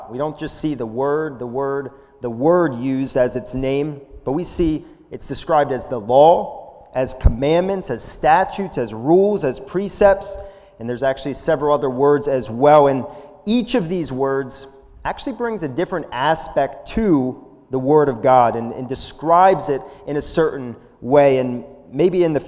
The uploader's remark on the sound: This is a sermon recorded live at the Lebanon Bible Church in Lebanon, PA on 05/02/2021 during the evening service.